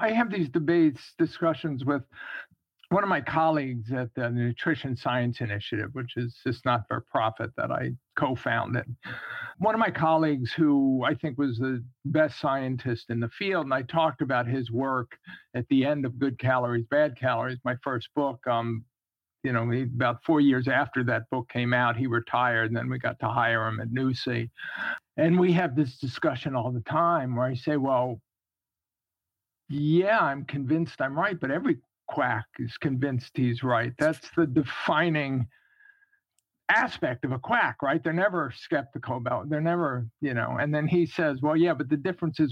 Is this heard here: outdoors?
no